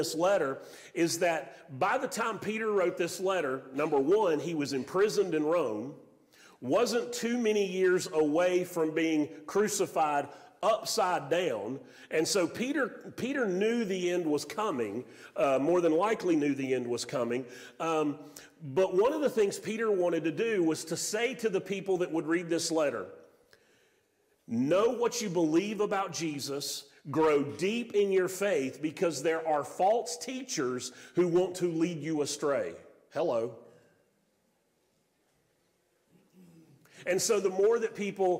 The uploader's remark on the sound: Sermon audio from Mission Church in Locust, NC.